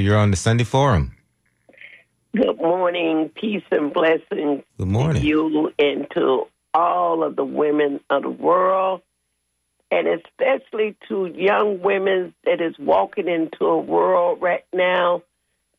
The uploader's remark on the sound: unique magazine format call-in show